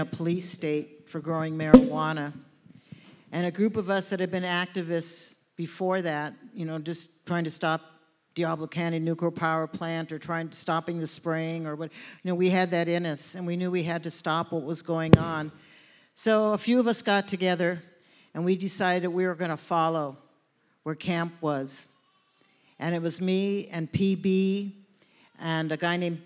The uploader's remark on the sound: Did a show to raise funds for the historic Mateel Center in Redway. This is a live panel discussion.